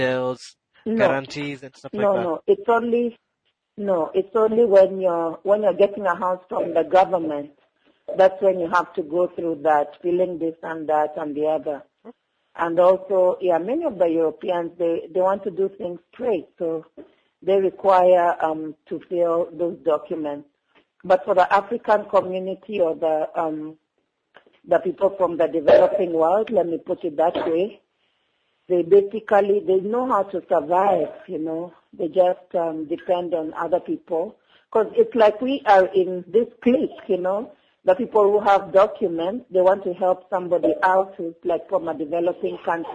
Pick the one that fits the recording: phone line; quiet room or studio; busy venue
phone line